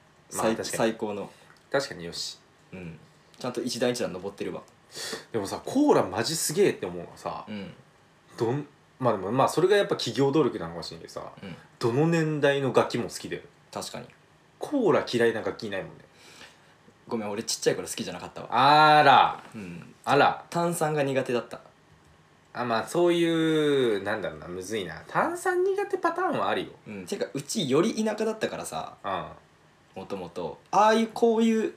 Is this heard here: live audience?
no